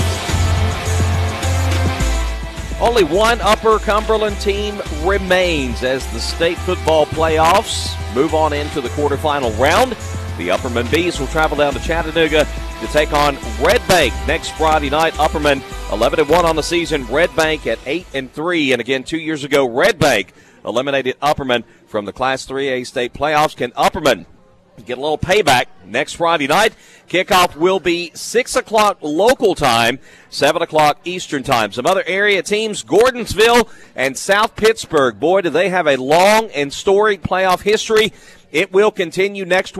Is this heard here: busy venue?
yes